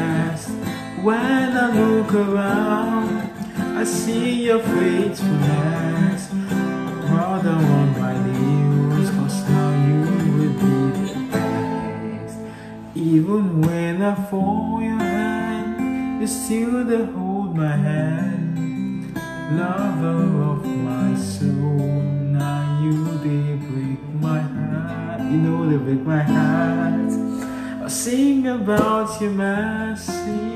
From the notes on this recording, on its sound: Video recorded via my Samsung Galaxy A12